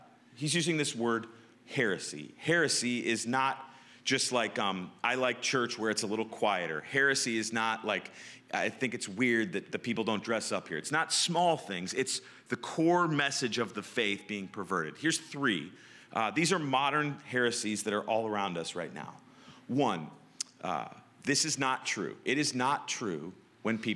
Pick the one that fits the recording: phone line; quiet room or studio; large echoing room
large echoing room